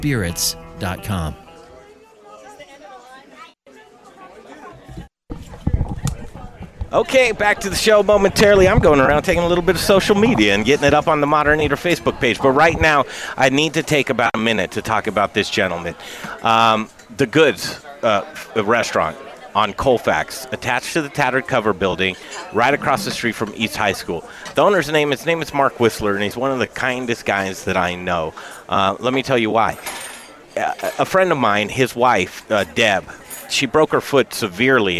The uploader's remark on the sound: The Modern Eater Show Live from Grind Kitchen and Watering Hole for a Butterball dinner!